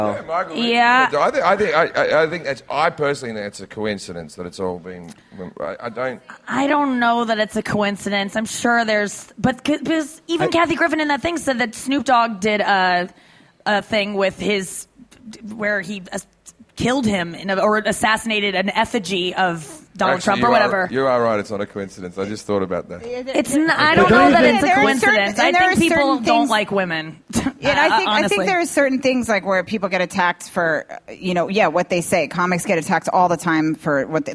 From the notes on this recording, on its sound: This is a special edition of Last Things First, recorded live during Clusterfest 2018 in San Francisco. Comedy Central was kind enough to ask me to host a series of Clusterfest panels for the media that they called fireside chats.